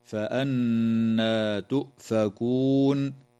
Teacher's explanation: النون في كلمة فأنى مشددة، فحكمها الغنة بمقدار حركتين